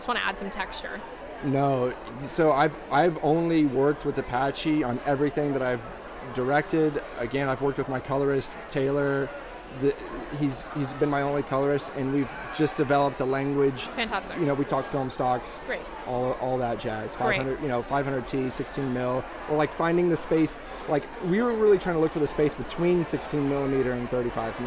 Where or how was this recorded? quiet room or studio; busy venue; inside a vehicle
busy venue